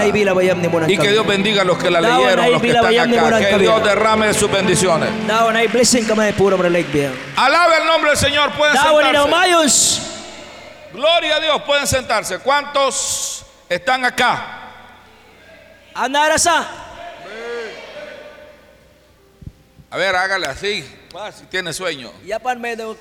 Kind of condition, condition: setting, large echoing room